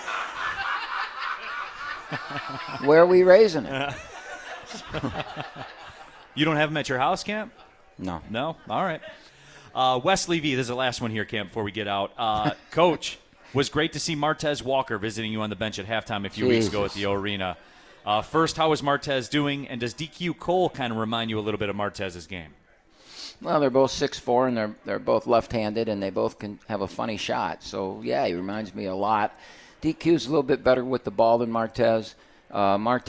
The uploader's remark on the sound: live from RJ's Pub in Rochester Hills!